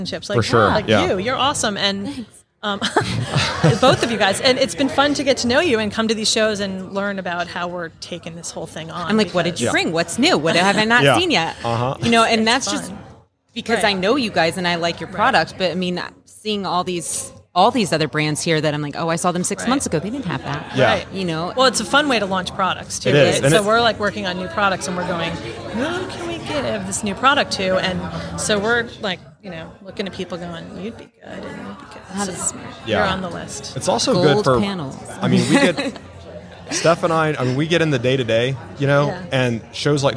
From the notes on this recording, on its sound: TotalBoat was in the Wall Control booth at HAVEN 2022.